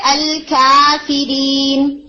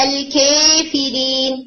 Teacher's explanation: جو فتحہ کی ساؤنڈ ہے وہ بالکل اسٹریٹ ہے، اس میں امالہ نہیں ہوتا · Shown in: first take